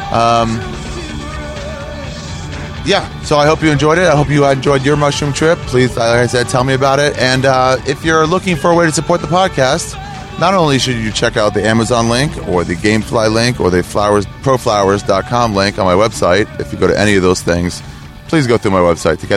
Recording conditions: outdoors